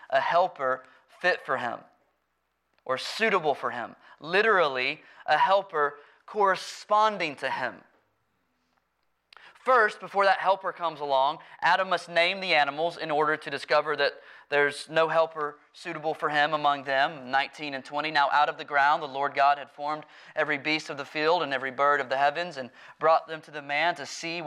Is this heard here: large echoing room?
yes